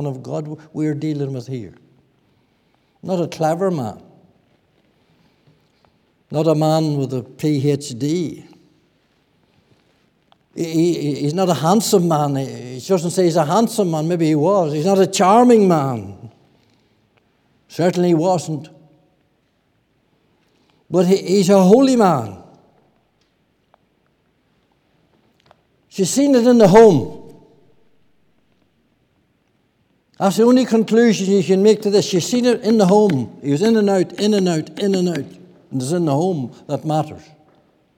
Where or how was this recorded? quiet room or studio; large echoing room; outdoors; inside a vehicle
large echoing room